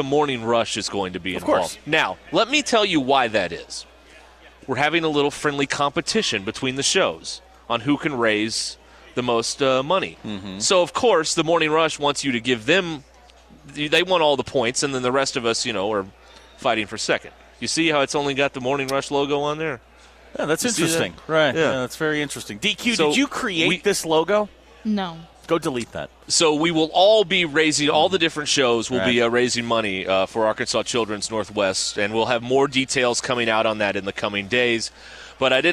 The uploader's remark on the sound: We are live at the NWA Boat and Outdoor Expo.